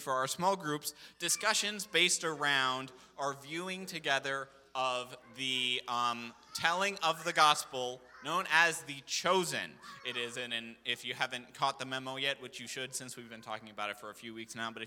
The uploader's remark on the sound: This sermon was recorded live on October 9th, 2022 at Newark United Pentecostal Church.